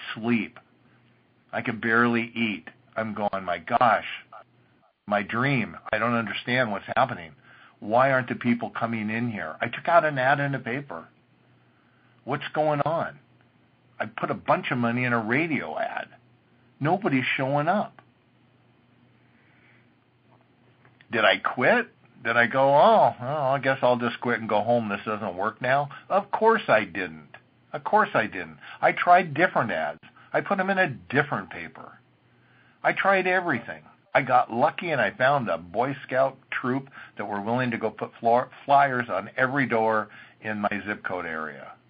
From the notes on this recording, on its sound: an archive of weekly conference calls